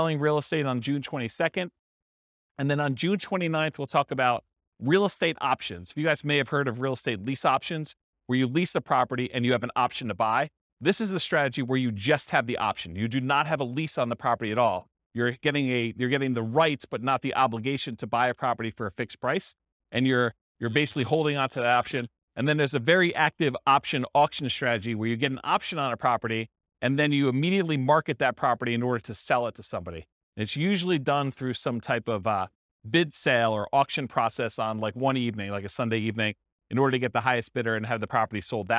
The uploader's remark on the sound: This was a live class recorded